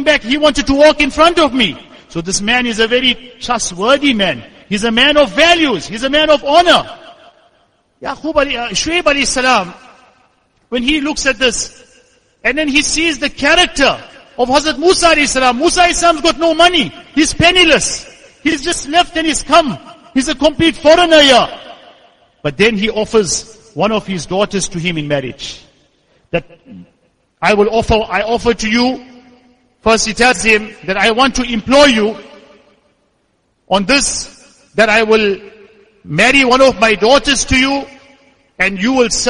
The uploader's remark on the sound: Jumuah lecture